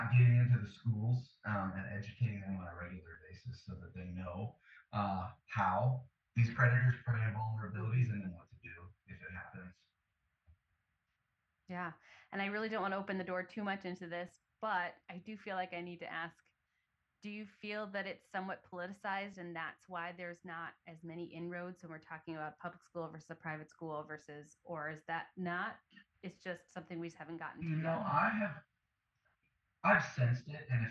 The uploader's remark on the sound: The audio quality of this episode was not up to our usual standard. Despite the frustration/disturbance with the audio I still felt it was worth publishing this amazing conversation.